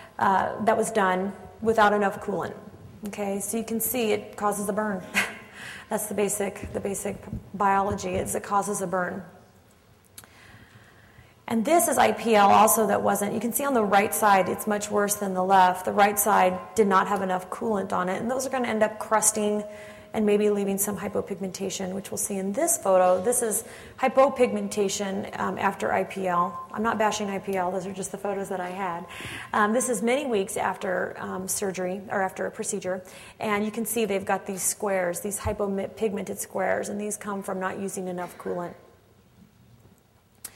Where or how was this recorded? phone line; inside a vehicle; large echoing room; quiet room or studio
large echoing room